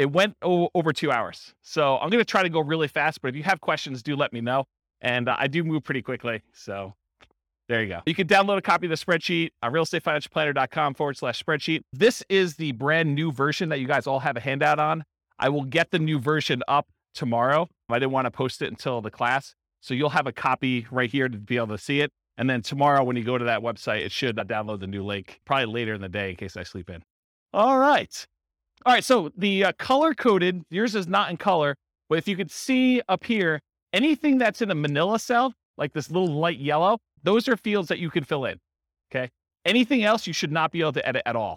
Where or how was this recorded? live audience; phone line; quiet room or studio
live audience